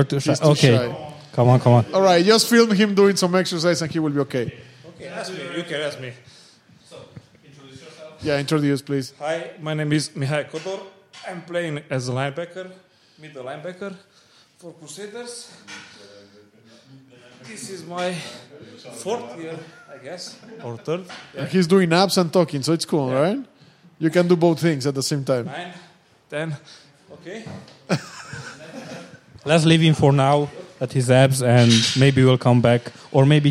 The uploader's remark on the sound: This week we decided to have our recording at a different location and what better opportunity than to do it directly at our Crusaders Gym.